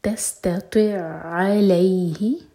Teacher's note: عين اور عين کا ادغام ادغام متماثل تو عين کو strong کر کے پڑھیں گے